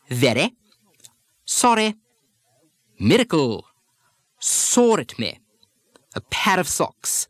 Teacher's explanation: in some very aristocratic speech, you'll hear a tapping of the R, a sort of a D substitution.